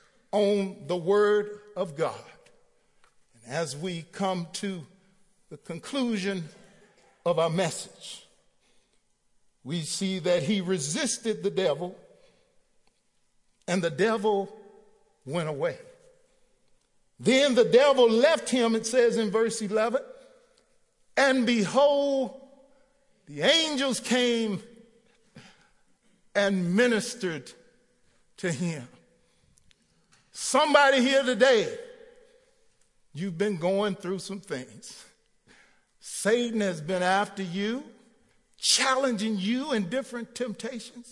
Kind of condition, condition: setting, large echoing room